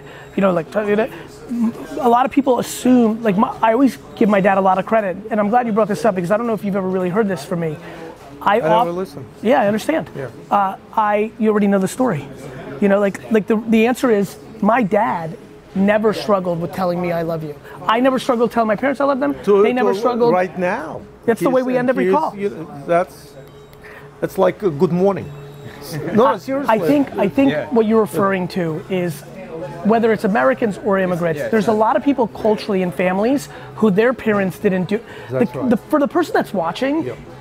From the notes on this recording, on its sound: marathon 4-hour Q&amp;A session I did at Wine Library